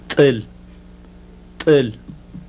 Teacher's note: a voiceless alveolar ejective